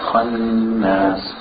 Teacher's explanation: If you want to make the noon a little bit more nasal sound